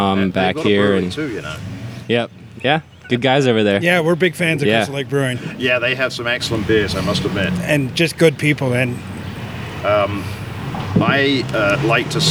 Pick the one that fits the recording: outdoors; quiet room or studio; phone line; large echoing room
outdoors